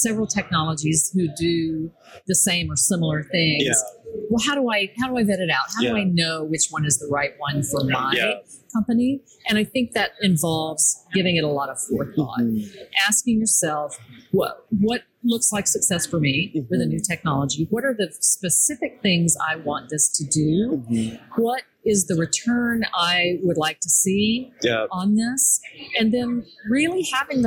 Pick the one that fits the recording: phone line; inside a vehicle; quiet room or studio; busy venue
busy venue